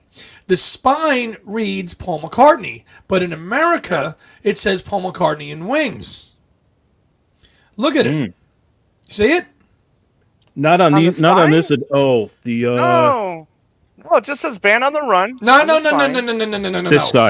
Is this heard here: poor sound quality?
no